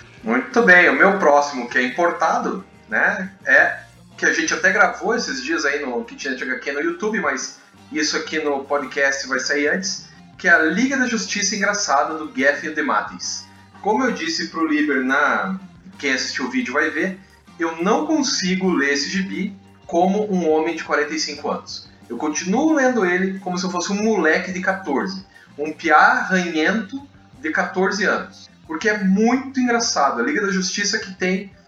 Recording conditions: poor sound quality